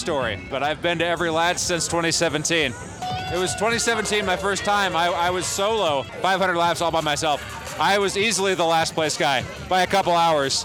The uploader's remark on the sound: Live from the Ladds 500! Wade into the thick crowds at Ladds 500 to chat with the assembled characters.